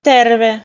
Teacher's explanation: близкий к русскому «э», но чуть-чуть мягче